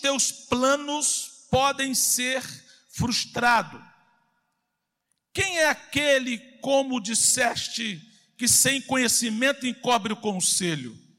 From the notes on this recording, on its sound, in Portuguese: CULTO AO VIVO.